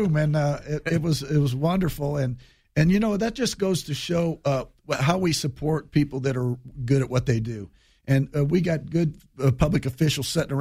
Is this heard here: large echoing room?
no